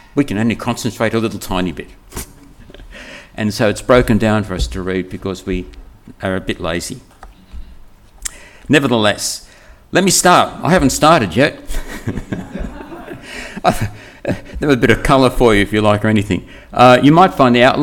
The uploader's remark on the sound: This sermon was preached on 18th February 2024 at all services of Helensburgh and Stanwell Park Anglican Church